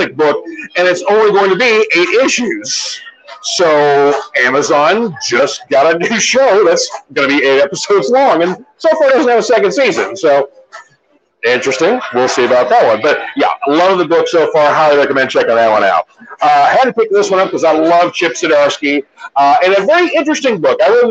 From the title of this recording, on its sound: Live on Location at 3 Decade Arcade!